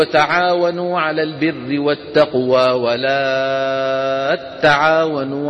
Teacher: كان يسكنون التاء الأولى ويدغمونها في التاء الثانية فينشأ تاء مشددة